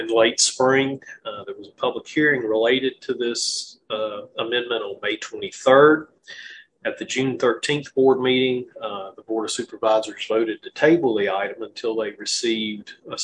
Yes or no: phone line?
no